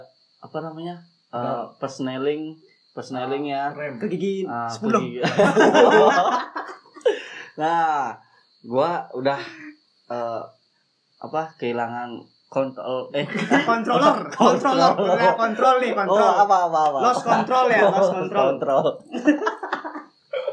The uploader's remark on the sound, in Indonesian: Mohon maaf atas kualitas audio kami yang ngawur, namanya juga perdana.